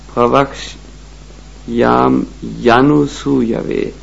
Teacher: Eigentlich ist das Wort Pravakshyami doch da im Sanskrit niemals zwei Vokale aufeinander folgen können, wandelt sich das I aus Pravakshyami in ein Y, was andeutet, dass die Vokale verbunden werden. Also das Y wird wie J gesprochen